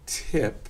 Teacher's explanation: I'm probably going to put a little burst of air there